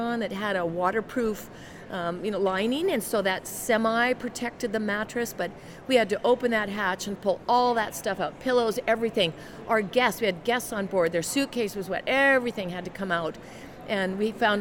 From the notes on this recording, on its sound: LIVE from CPE 2022!